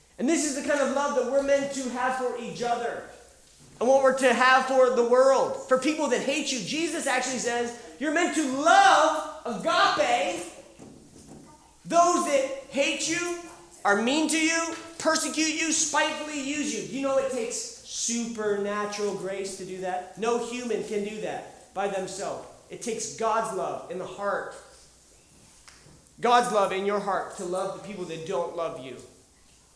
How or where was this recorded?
live audience